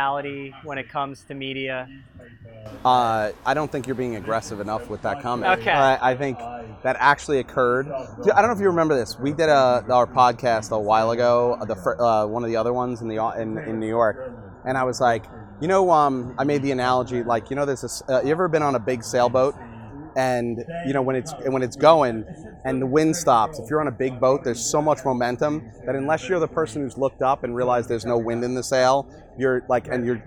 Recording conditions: busy venue